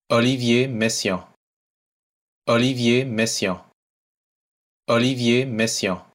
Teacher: det lyder nærmest som en mellemting af to og tre stavelser